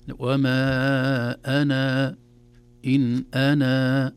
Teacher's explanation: حذفنا الألف تماما في كل أنا في القرآن الكريم محذوف إلا إذا وقفنا عليها. وما أنا إن أنا، إذن هذه الصفر المستطيل هذا علامة على حذف الألف وصلا وثبوتها وقفا، وهذه طبعا من علامات الضبط التي وضعها علماؤنا الذين سخرهم الله لخدمة كتابه ولحفظ كتابه العظيم.